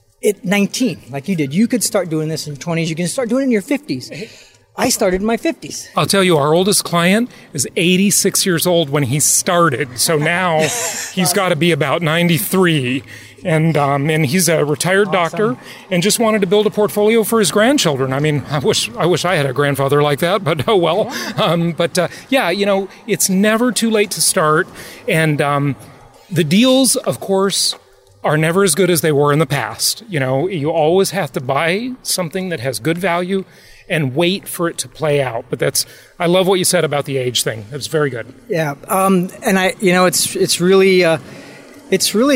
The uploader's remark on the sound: In between activities during the Oklahoma City JHU Live event is a great time to record a podcast with new income property investors.